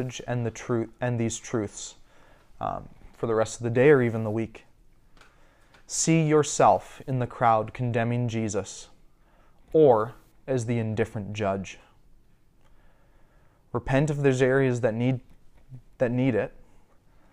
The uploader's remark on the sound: A sermon I preached recently at our local church as part of my Eldership training.